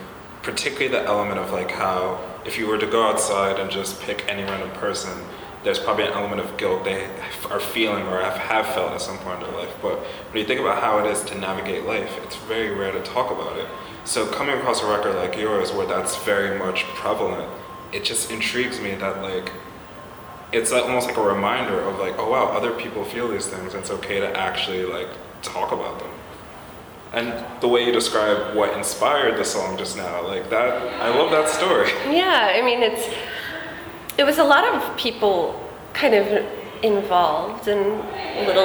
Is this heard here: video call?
no